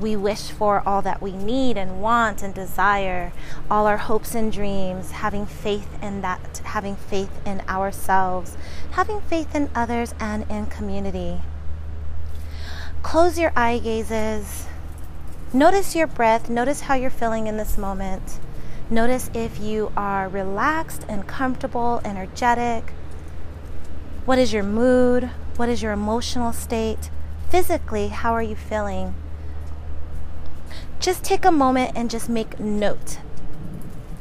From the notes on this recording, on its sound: Today, we are live from sunny Las Vegas! Enjoying the great outdoors and practicing a much needed therapy session - on self!